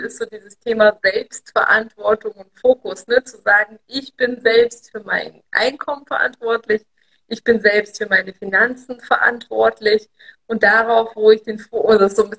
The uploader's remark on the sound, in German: Aufzeichnung des Instagram-Live